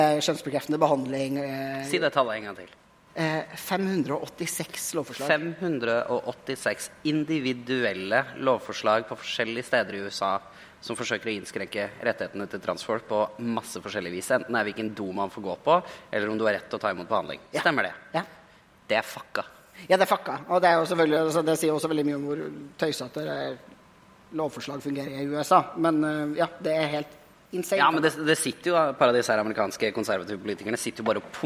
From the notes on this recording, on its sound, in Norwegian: Live fra Arctic Pride